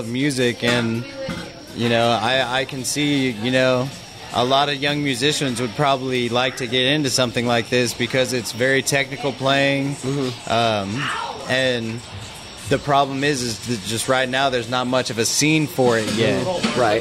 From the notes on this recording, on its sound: Live at Grand Royale. It was an enjoyable experience to chat with these talented individuals while we conversed outside, accompanied by the energetic performances of various bands inside. I would like to extend my gratitude to the Grand Royale for graciously allowing me to set up and record an episode at their establishment.